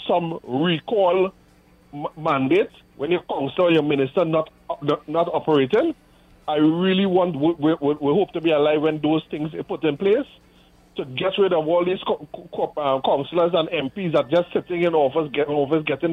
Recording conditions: phone line